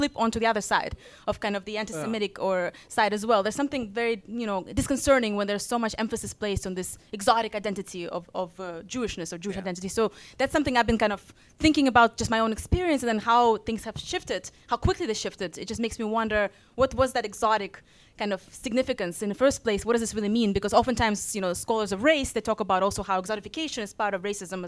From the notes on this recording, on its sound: A live recording from New York on the eve of the 2023 NEXTChina Conference. This show is unedited to preserve the live feel!